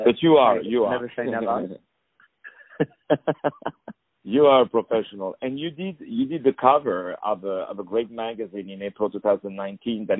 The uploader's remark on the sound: On the phone